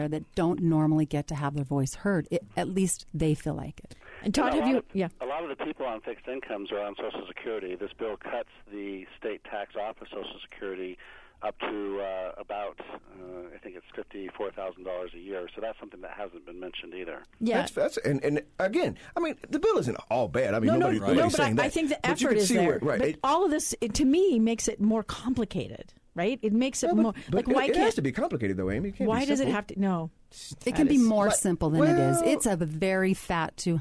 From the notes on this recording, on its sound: joining us on the phone